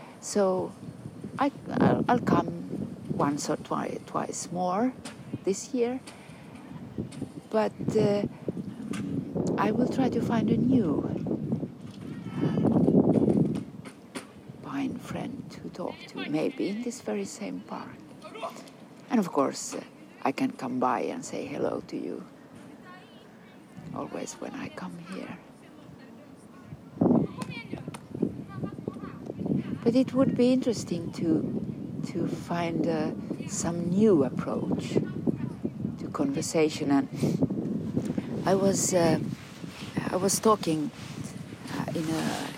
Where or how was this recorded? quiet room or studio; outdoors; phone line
outdoors